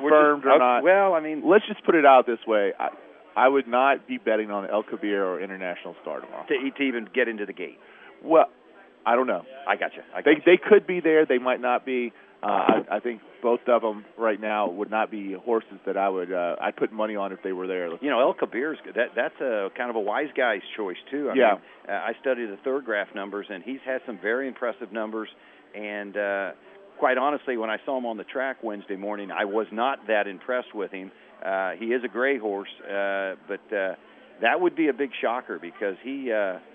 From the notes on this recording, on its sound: WSB special edition live from Churchill Downs.